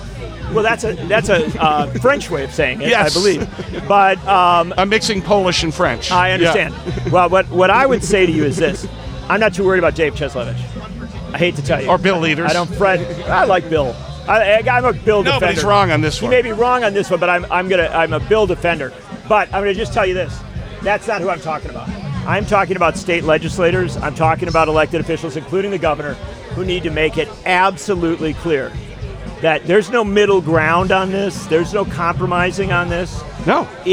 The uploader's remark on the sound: Live from LaborFest 2023.